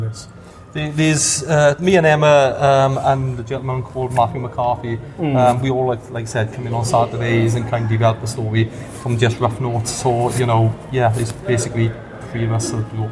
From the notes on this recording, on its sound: A quick chat from the London International Filmmaker Festival 2017